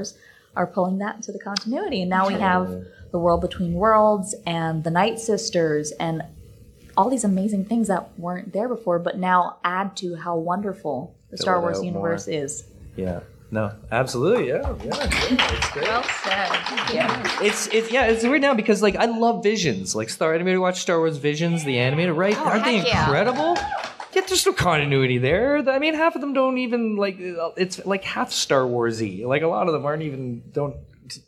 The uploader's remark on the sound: LIve from FanExpo Canada 2023.